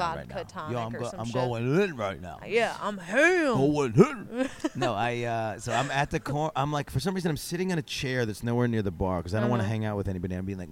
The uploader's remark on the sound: During Exxxotica. Exxxotica Chicago.